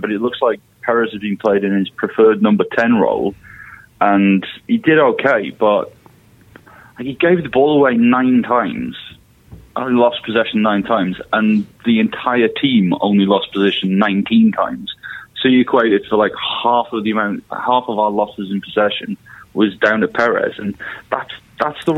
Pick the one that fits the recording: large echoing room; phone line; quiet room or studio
phone line